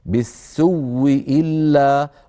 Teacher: الوجه الثاني عن قالون وعن البزي أن نقول بالسوء إلا بواو مشددة، بواو مشددة، يعني نقول نبدل الهمزة واو وندغم الواو في الواو فيصير نطق بواو مشددة